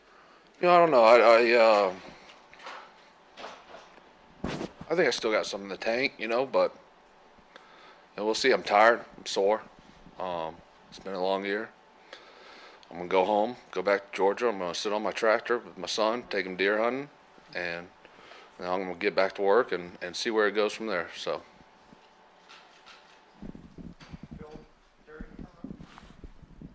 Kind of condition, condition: setting, busy venue